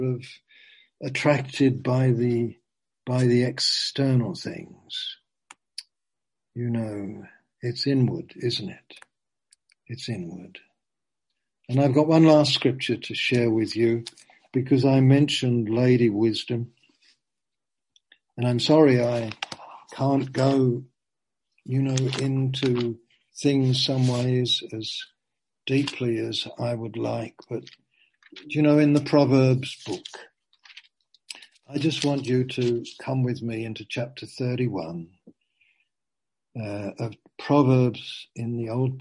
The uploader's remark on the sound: Zoom